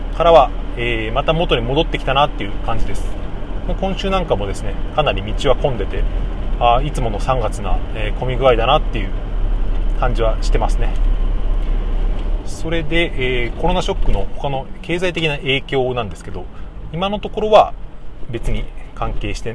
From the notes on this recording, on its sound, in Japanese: トラック運転しながら配信してます